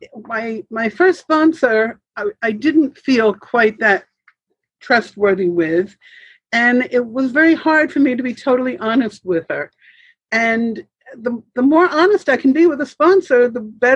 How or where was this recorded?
video call